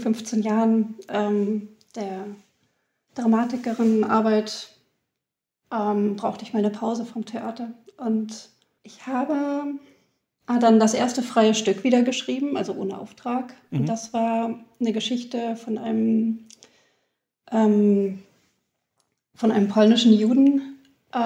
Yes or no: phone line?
no